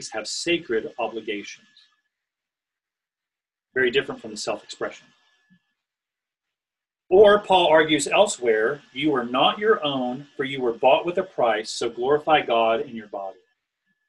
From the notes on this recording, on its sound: This was recorded on Zoom, with the discussion included.